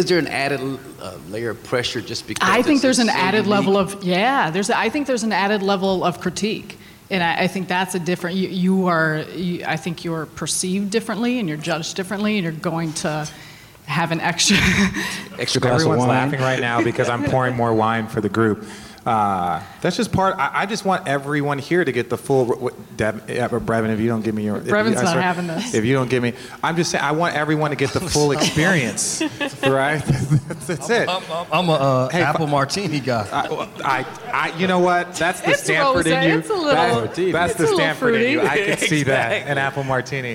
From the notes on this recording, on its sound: A LIVE edition of RT at the 2017 FOX NBA/NHL Seminar in Palos Verdes. After a Q&A, we decided to bring up former players turned NBA analysts for a little fun. Short and sweet we allowed a room full of Broadcasters, Producers, Directors, Coordinating Producers and Executive Producers get an inside look at what RT is all about.